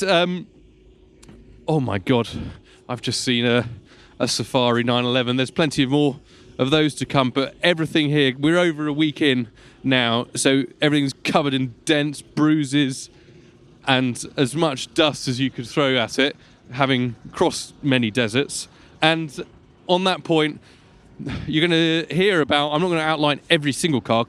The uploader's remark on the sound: Live From The Dakar Rally. Recorded at the bivouac.